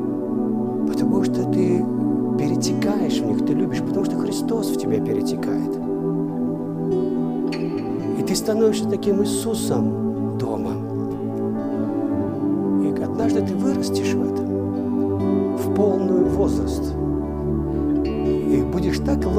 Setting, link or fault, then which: setting, large echoing room